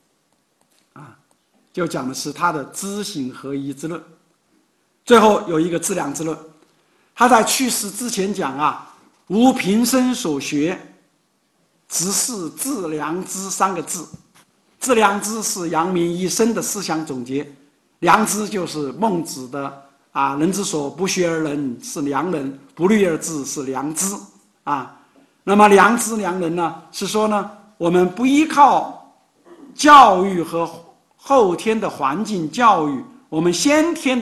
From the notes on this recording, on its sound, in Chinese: 本音频是由“复兴论坛”系列讲座录音整理而成。